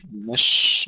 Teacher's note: سكون الشين مع الهمس والتفشي بدون قلقلة